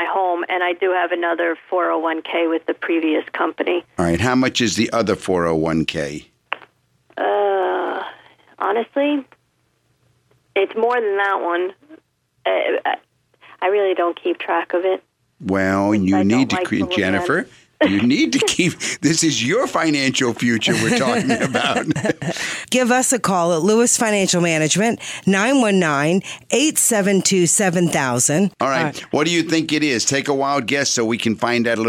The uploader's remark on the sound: Financial planning call-in show.